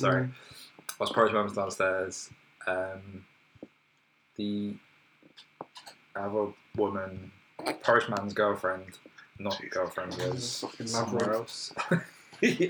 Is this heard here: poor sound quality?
yes